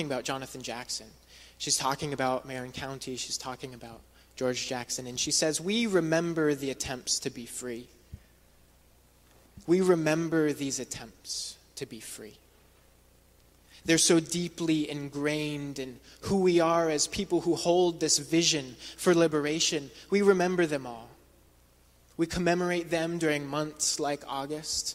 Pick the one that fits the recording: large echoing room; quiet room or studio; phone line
large echoing room